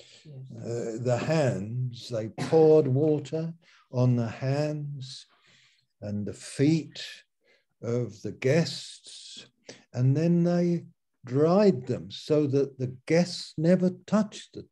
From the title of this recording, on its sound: Malaysia Meets (Zoom)